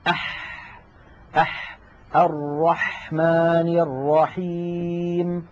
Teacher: الحرف الثاني الذي من وسط الحلق هو الحاء.